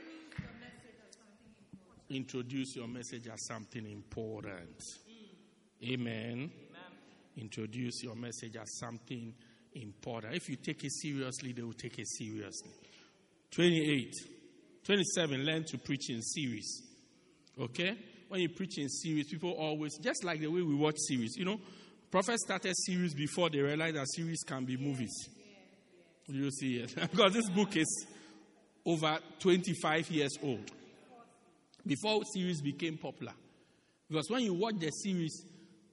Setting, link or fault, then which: setting, large echoing room